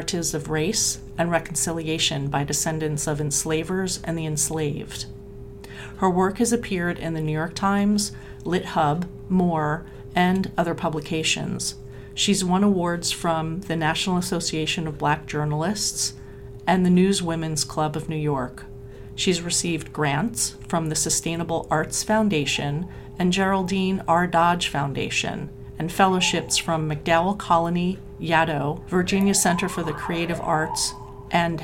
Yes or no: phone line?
no